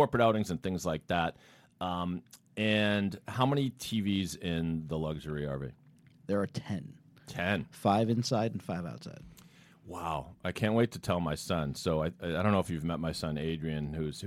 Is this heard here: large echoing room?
no